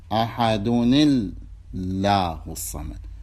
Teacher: وتخفف وترقق اللام لأن ما قبلها مكسور، فإذا كان اللام ما قبلها مكسور فتنطقها بشكل مرقق.